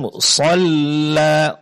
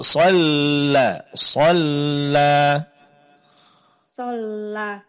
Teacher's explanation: di sini huruf lamnya ditipiskan, Bu. Shalla, yang ditebalkan huruf shad. Shalla. Abadan iza sholla.